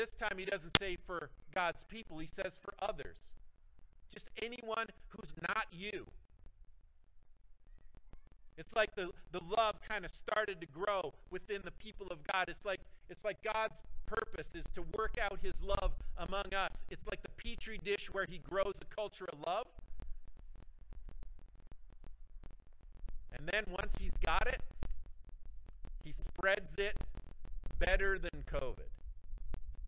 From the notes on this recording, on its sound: the audio is not spectacular this week